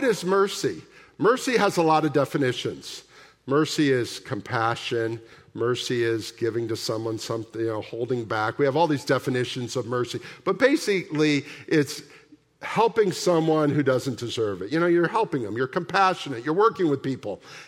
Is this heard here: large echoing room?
yes